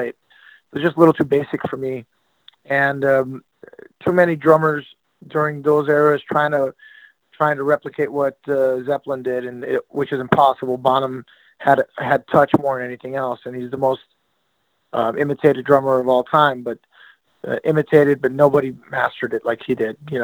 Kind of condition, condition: link, phone line